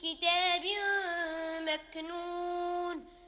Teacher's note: كتاب مكنون هنا التنوين وبعده الميم والميم من حروف الإدغام بغنة